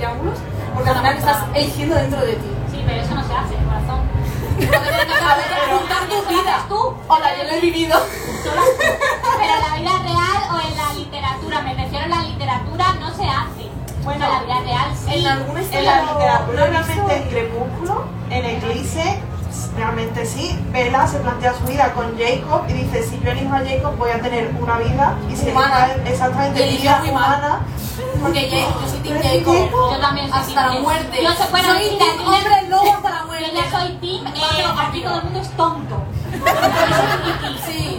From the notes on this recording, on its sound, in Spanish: Parte del equipo de Literatura juvenil para escritores viaja hasta Sevilla para hacer un pódcast en directo. Andalucía Reader Con 2023.